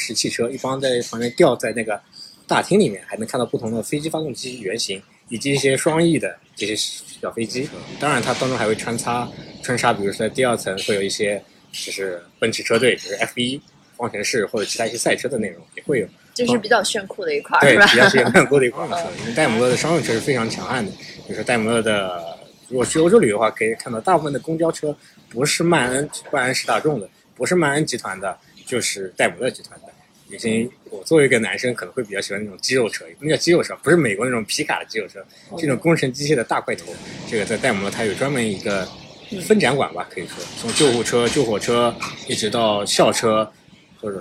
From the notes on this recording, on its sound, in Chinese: 本期录制场地所限，背景有些杂音，见谅。